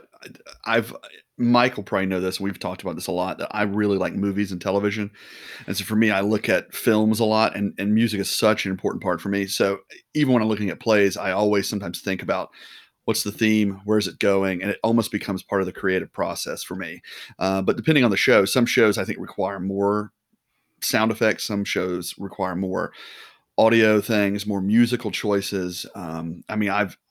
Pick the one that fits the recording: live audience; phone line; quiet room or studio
quiet room or studio